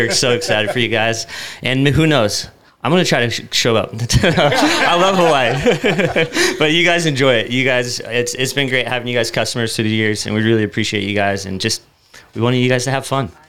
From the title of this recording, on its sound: LIVE from Toms Offroad Rock and Roll Event